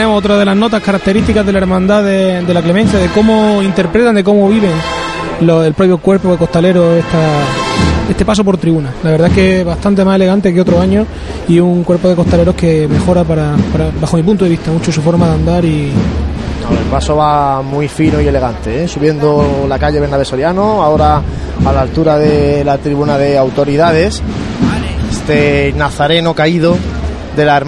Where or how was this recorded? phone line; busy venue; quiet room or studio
busy venue